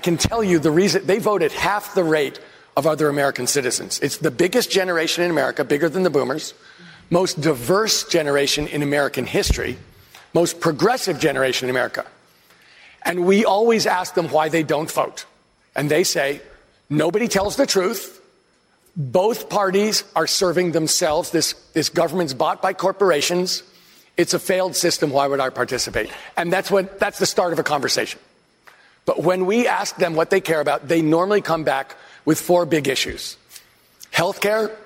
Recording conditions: live audience